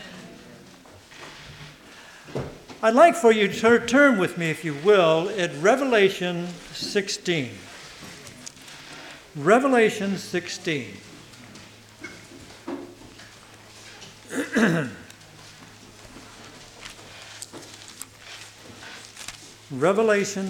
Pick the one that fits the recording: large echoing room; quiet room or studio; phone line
large echoing room